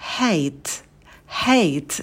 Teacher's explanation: в конце на звуке «т» добавляем придыхание